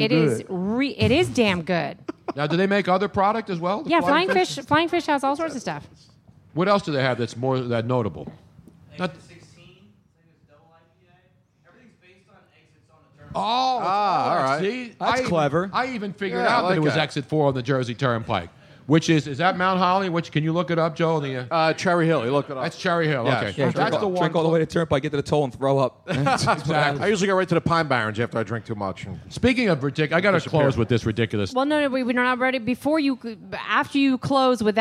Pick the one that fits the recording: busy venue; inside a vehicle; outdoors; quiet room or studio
busy venue